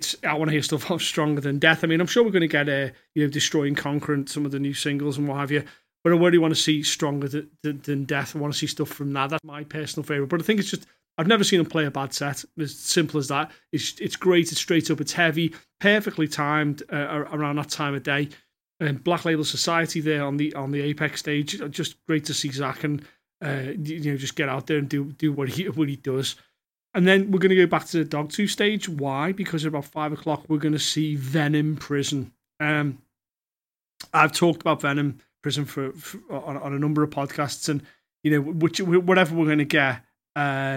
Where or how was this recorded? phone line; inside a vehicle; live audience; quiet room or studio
quiet room or studio